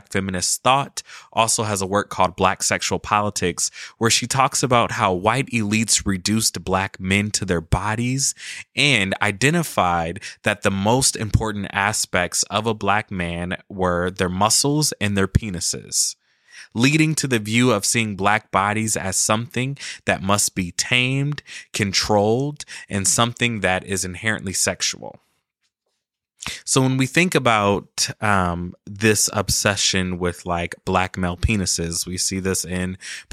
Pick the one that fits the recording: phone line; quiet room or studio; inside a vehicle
quiet room or studio